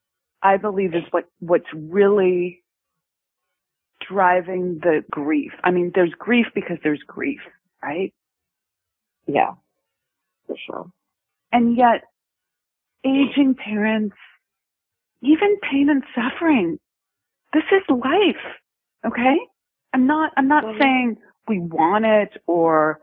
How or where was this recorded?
phone line